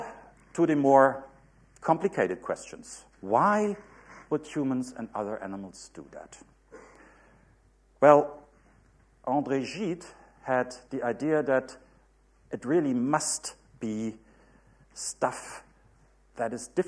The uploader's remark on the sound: UCL Lunch Hour Lecture